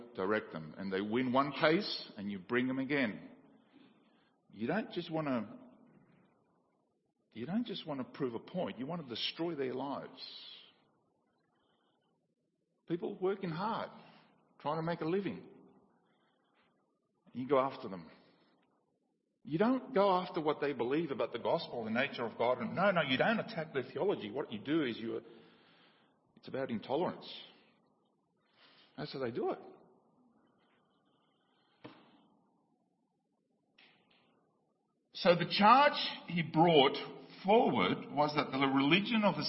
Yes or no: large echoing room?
yes